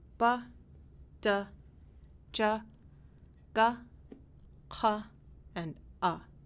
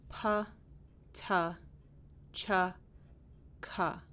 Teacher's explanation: Now, stop consonants, the airflow is stopped at some point when the sounds are being produced. In Inupiat, all stop consonants are unaspirated · Shown in: first take